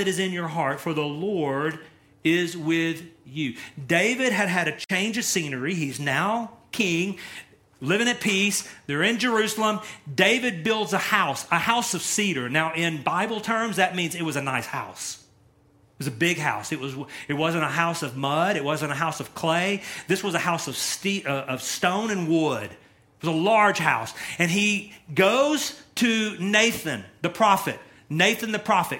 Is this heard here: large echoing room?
yes